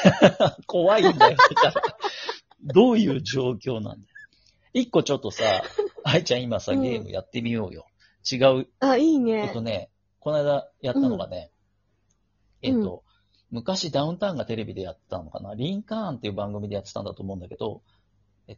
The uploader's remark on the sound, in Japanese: リモート収録。リモート飲み。